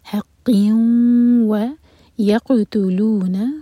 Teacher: ادغام غنہ کے ساتھ تو میک شیور کہ دو سیکنڈس کا ٹائم دیں اور آواز کو ناک میں لے جائیں.